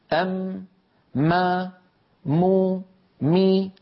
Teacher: مجموع هذين العملين، تصادم الشفتين ومرور الغنة من الخيشوم، مجموع ذلك يشكل لنا حرف الميم. أم ما مو مي، فدائما الميم فيها غنة كما رأينا ذلك.